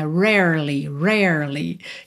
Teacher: que tem dois R's enrolados em rarely